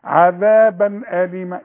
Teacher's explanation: تنوين وبعده حرف من حروف الإظهار الستة اللي هو ان الهمزة